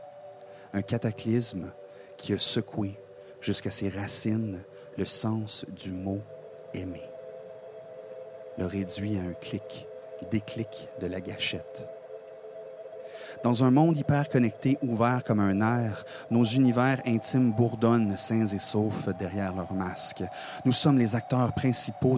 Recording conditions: outdoors